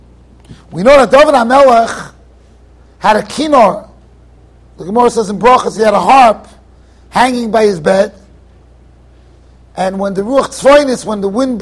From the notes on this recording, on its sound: Shiur recorded in Yeshivas Ohr Reuven, Monsey NY.